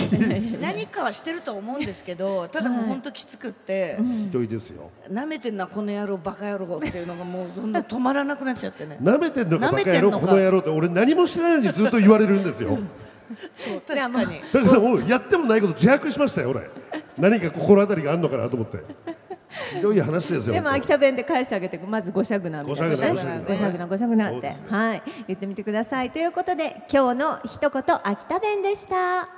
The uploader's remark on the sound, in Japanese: イオンモール秋田にて行われた公開収録より。